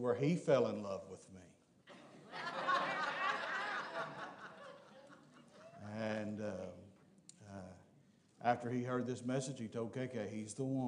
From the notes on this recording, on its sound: Preached at Parkview Baptist, Waco Tx.